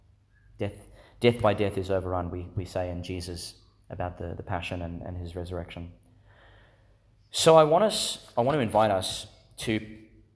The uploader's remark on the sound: Homily for Pentecost Sunday, delivered in St Agnes Church, Agnes Waters, Qld.